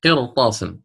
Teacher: قرطاس الراء ما فخمت إلا لأن بعدها مستعل